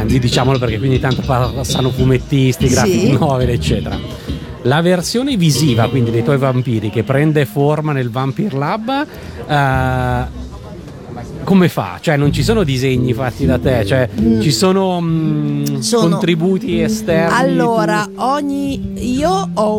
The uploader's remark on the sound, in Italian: Da San Marino Comics 2020 la nostra intervista